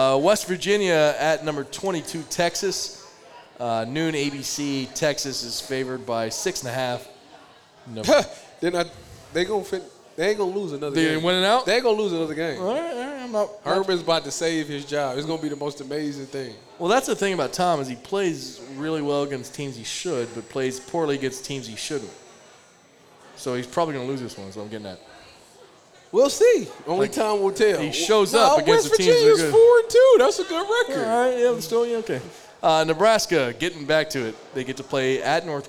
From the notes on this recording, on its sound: live Friday night recording from Buffalo Wild Wings, the official sports bar of Eleven Warriors